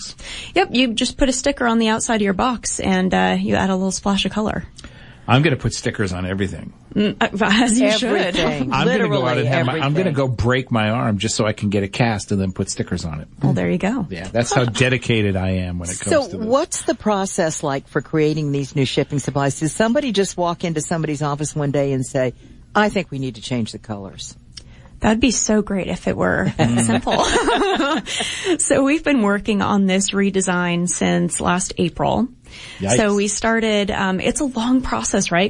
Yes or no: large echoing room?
no